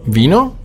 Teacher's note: Dann haben wir das V, wird ausgesprochen wie ein weiches B